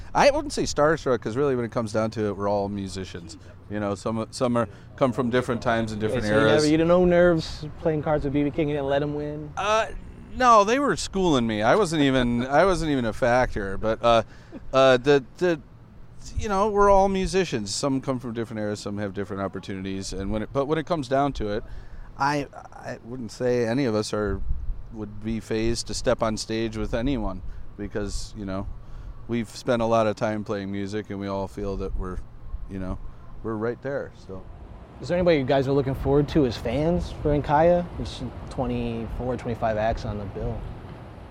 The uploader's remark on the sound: Live at The Cleveland Sessions.